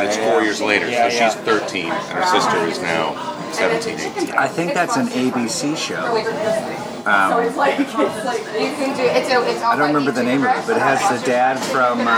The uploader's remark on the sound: at The San Francisco Saloon in West LA